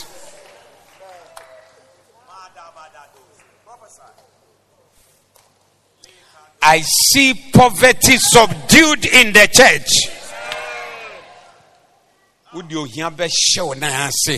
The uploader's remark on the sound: Preached at the Zeloo Service